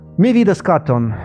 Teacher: ударение падает на предпоследний слог. Это зафиксированное ударение, никогда с этого места не сдвигается.